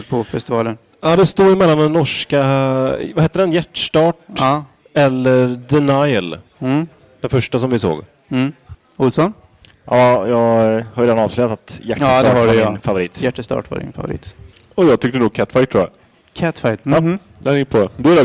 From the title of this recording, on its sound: Göteborg Film Festival Live